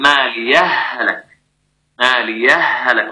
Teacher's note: الإدغام أي إدغام الهاء في الهاء